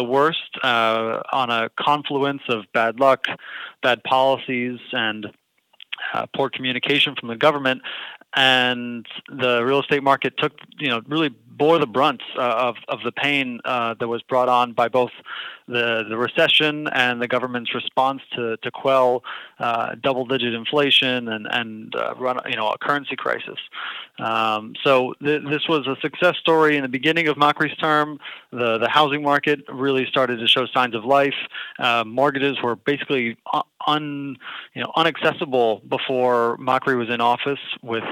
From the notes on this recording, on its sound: Joined by phone from Buenos Aires.